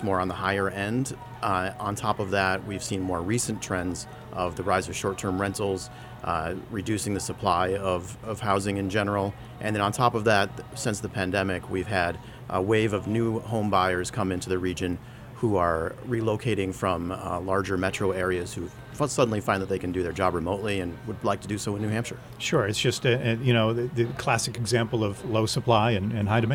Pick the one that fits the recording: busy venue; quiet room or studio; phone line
busy venue